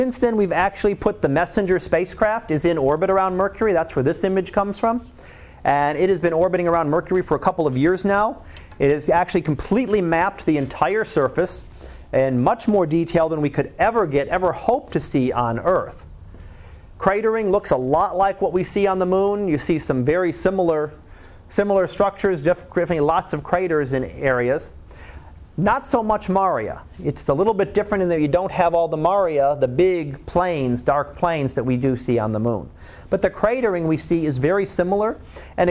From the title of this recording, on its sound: Live Class Lecture